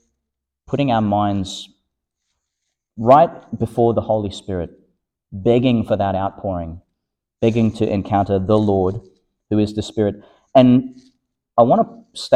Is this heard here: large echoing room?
yes